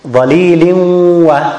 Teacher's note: the ruling of tanween is idgham with ghunna because it followed by wow · Term: idgham with the ghunna